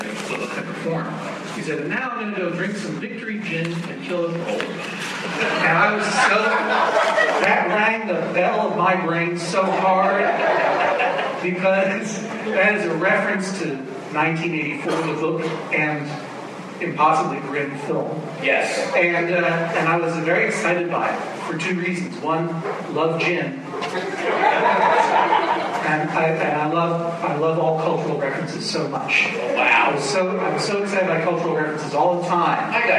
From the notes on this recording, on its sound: Recorded at Barnes & Noble in Union Square, NY, on January 6, 2014.